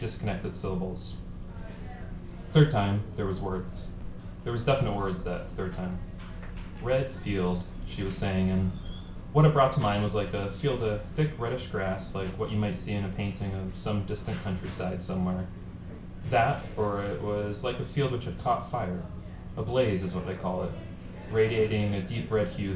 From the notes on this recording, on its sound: recorded at Brooklyn's Pacific Standard on 3/23/2016